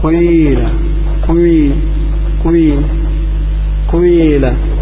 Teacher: الياء المشمى صوت الواو